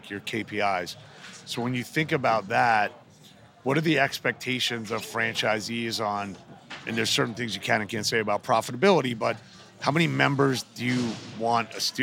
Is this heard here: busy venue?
yes